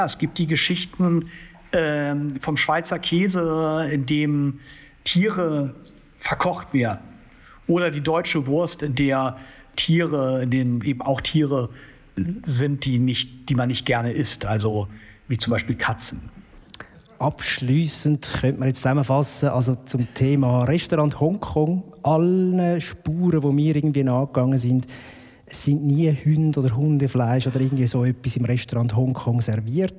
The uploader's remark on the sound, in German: Unsere erste LIVE-Episode vor Publikum.